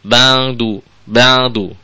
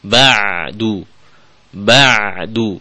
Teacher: Tapi diarahkan dulu, dikuatkan dulu makhrajnya. Supaya suaranya itu enggak di atas, enggak di hidung gitu. Diturunkan, dilatih, ditekan gitu, sampai dia pas di tengah tenggorokan. · Shown in: second take